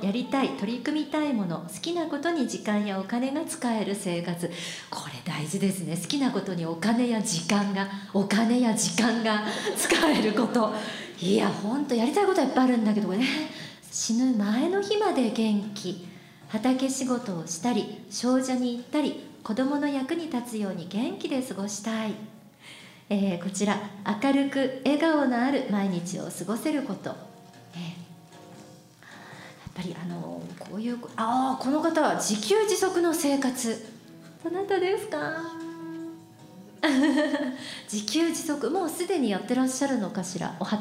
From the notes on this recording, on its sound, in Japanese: 山口での公開収録、第2部の模様を、音楽や会場でのトークの様子を交えてお送りします。